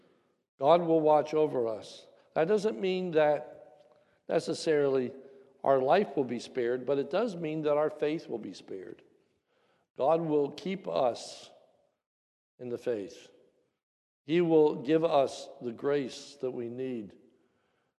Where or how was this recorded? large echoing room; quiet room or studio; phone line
large echoing room